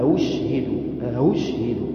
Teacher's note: وهمزه مضمومه متردده بين الهمزه والواو